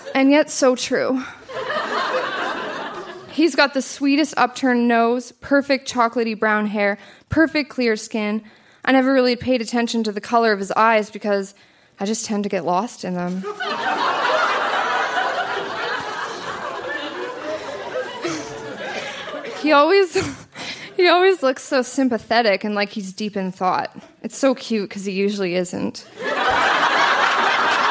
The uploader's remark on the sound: Recorded live at The Artesian in Regina.